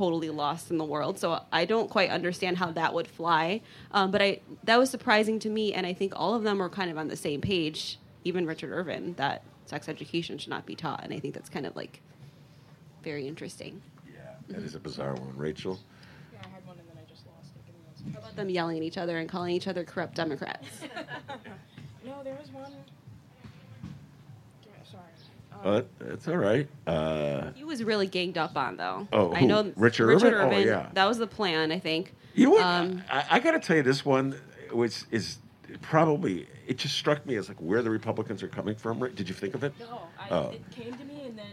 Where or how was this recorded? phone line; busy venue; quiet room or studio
busy venue